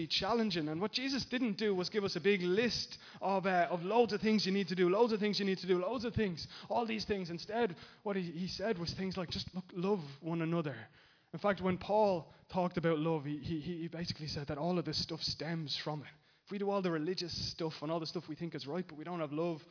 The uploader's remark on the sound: Recorded live in Liberty Church